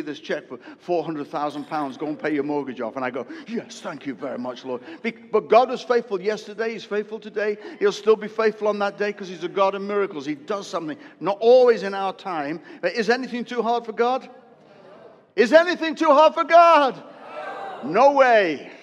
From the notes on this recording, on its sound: preached a sermon live at Destiny Church, Wakefield, UK (WF1 4AF) during the first service